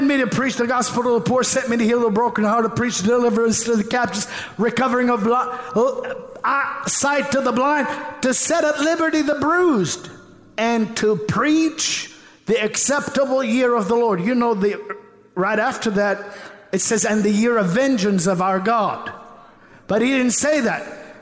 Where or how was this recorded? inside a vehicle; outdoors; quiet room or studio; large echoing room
large echoing room